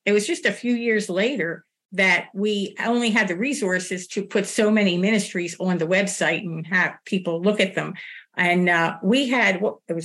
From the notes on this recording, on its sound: We had this interview via zoom last week.